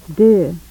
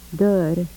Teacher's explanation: rounded front vowels, high to low